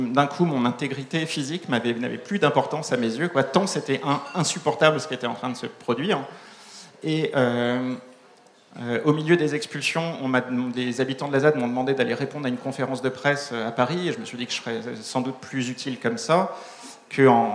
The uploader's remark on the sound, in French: Conférence enregistrée en public à la REcyclerie.